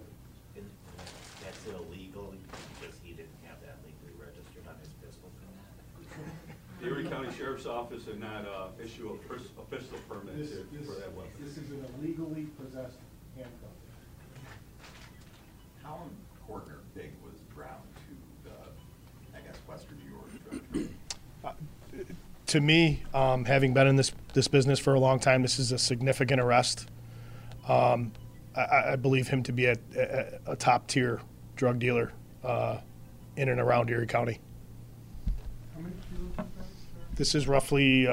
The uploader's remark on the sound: Erie County Sheriff's Office press conference